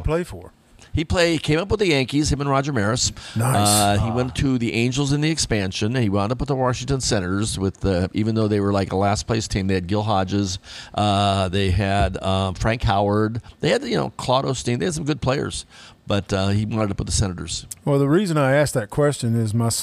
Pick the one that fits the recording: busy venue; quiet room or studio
busy venue